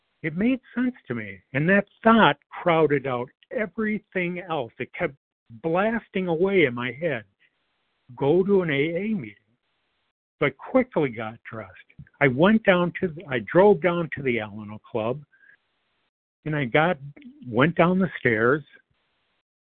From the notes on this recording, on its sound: 100 Pounders Phone Meeting